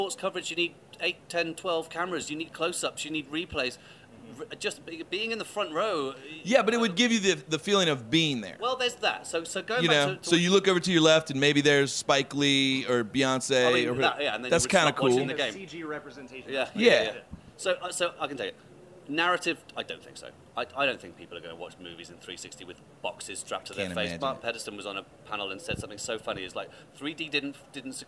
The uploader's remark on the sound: Adobe at NABshow 2016. Live from the NABshow floor.